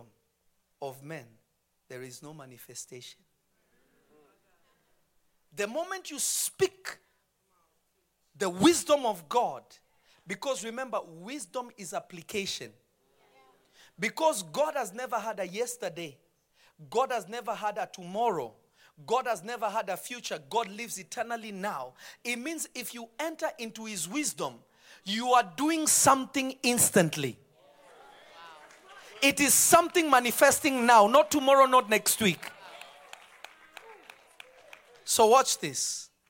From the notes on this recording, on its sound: This episode was recorded live on Feb 09, 2023 at Revelation Church in Simi Valley.